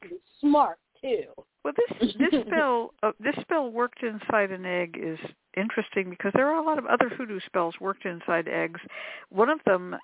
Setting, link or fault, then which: link, phone line